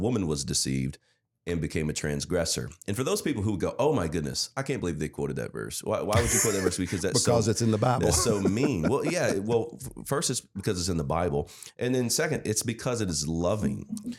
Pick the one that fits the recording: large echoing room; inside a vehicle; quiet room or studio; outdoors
quiet room or studio